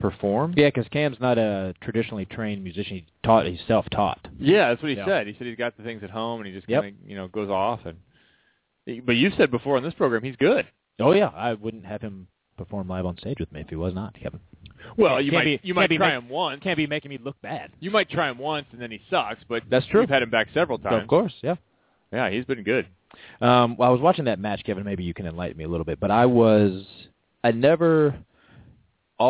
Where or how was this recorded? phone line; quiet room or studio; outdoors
phone line